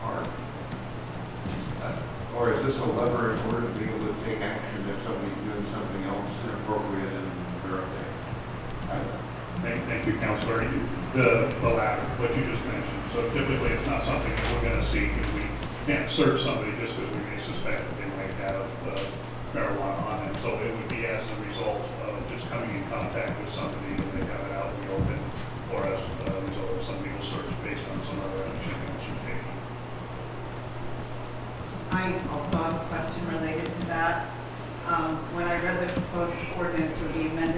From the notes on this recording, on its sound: Live recording of Astoria City Council meeting, August 5, 2019